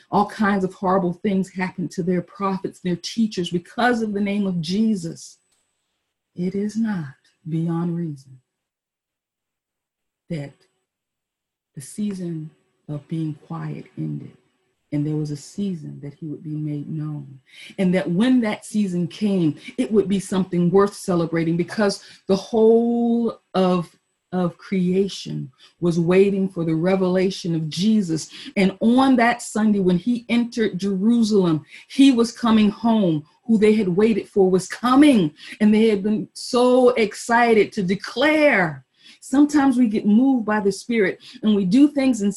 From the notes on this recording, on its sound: Our Zoom streamed Palm Sunday Service!